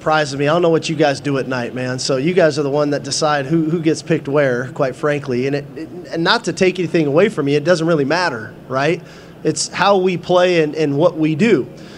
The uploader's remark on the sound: press conference at Big 12 Football Media Days